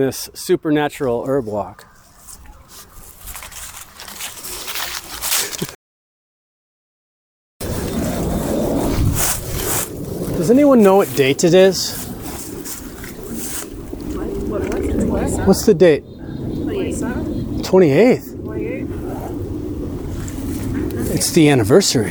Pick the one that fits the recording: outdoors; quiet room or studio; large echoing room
outdoors